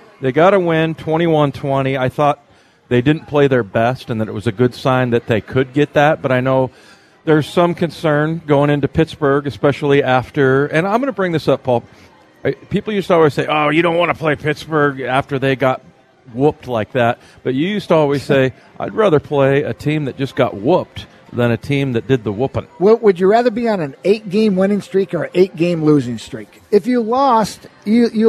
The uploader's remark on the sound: live at Snoqualmie Casino